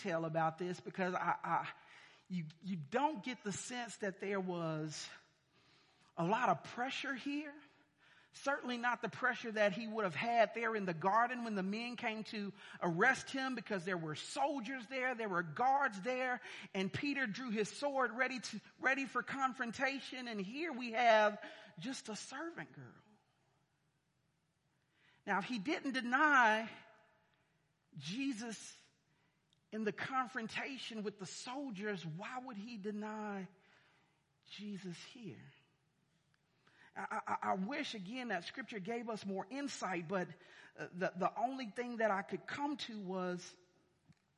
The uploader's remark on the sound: sermons preached at City Light Church in Vicksburg, MS